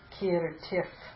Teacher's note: that visarga there takes an if sound